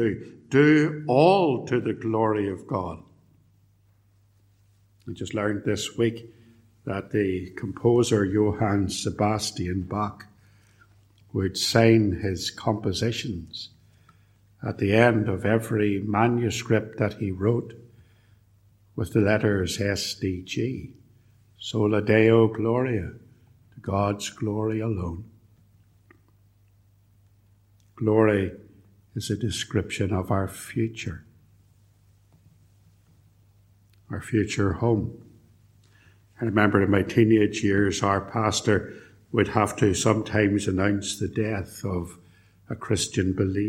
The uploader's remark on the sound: A sermon preached at Ballymacashon and Templepatrick Reformed Church, and recorded at Templepatrick